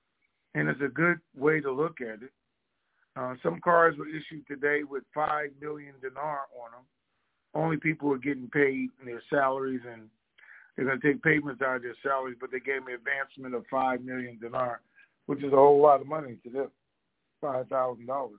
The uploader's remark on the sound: TNTSuperfantastic Conference Call